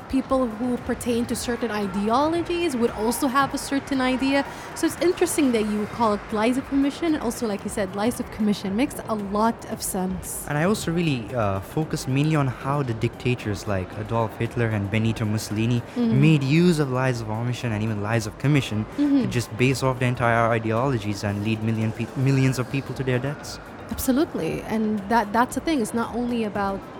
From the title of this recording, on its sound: Live from SIBF 2022